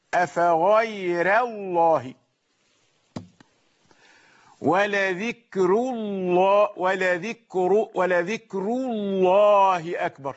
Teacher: يفخم اللام مع ترقيق الراء